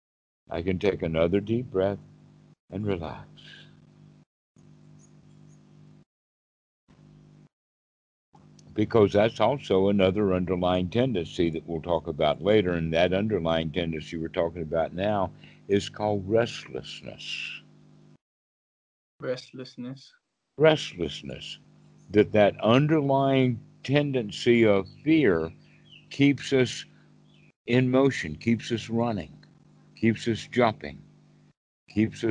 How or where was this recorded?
video call